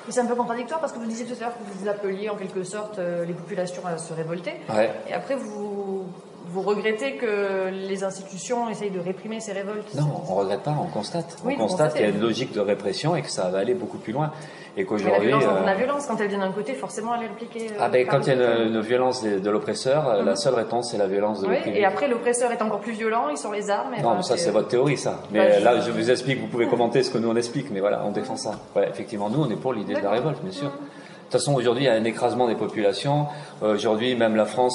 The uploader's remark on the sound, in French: la conférence de presse comme si vous y étiez